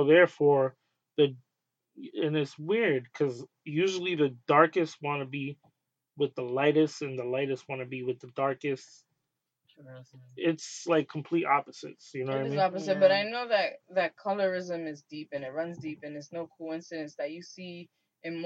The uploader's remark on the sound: AUDIO IS POOR DUE TO TECHNICAL DIFFICULTIES.